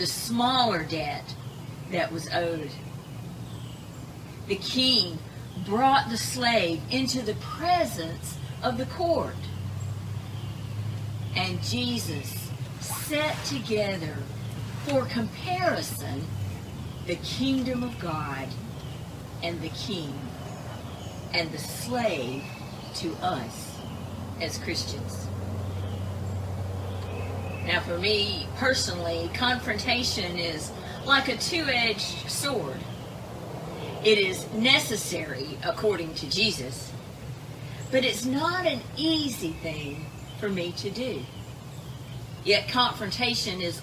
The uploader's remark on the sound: Edited version of live worship service